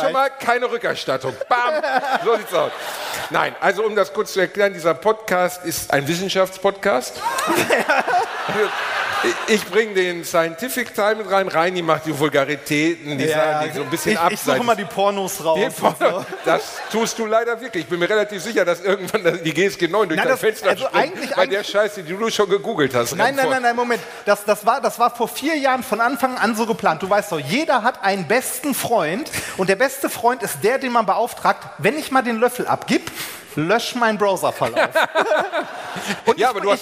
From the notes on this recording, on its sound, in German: Live Mitschnitt von AAA-Live aus Bielefeld.